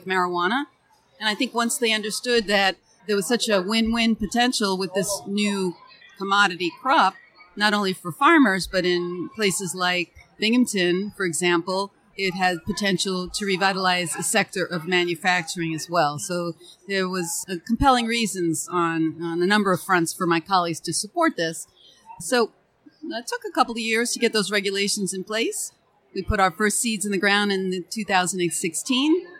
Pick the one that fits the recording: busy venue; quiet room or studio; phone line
busy venue